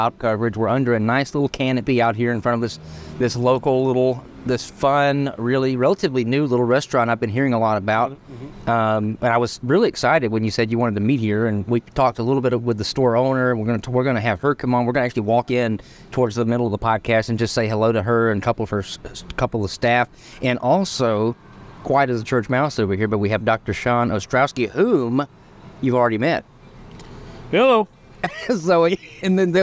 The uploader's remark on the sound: This episode is recorded outside Sunflour Community Bakery, surrounded by the aroma of fresh herbs and the spirit of sustainable dining.